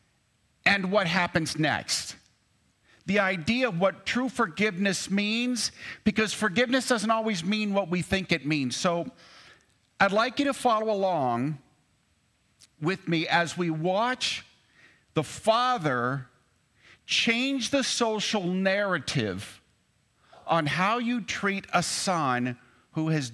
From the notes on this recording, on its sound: At Cathedral of the Rockies Amity Campus.